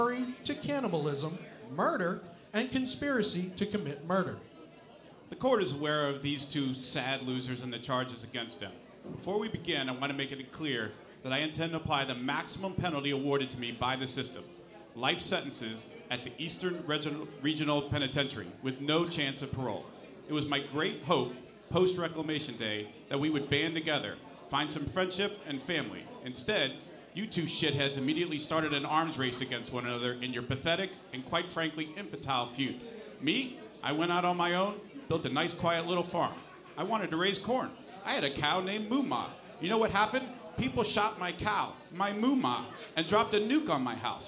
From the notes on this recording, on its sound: (As presented at Bethesda Game Days). The show that we performed live at Bethesda Game Days in Boston on stage.